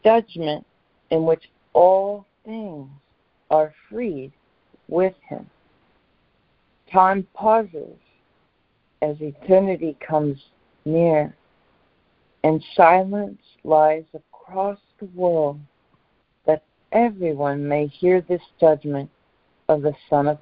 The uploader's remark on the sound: ACIM Daily Conference Call